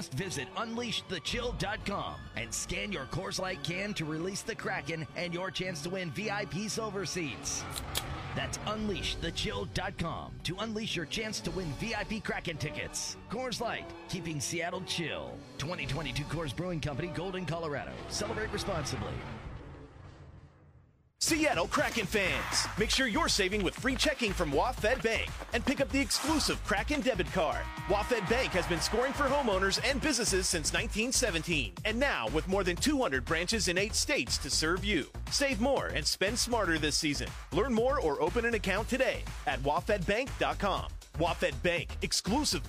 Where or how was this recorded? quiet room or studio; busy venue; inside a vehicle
busy venue